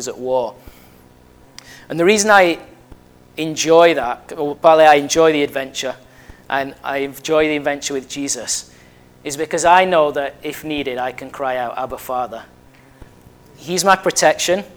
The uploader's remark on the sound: at Family Church Westhoughton